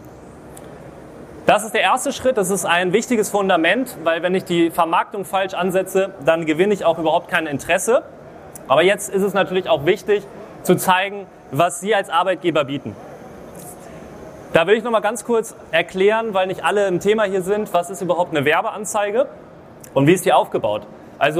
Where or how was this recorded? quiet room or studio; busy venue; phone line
busy venue